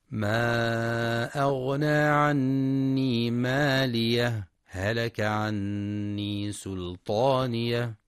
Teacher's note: السكت على حرف الهاء من كلمة مالية ثم الابتداء بهلك مع إظهار حرفي الهاء